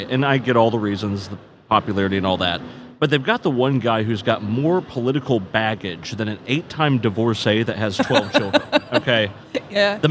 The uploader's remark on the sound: recording live at the Offshore Technology Conference